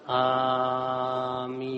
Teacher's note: A itu mad wajib, dua ketuk. min itu mat arid lisukun, bisa dibaca 2 sampai 6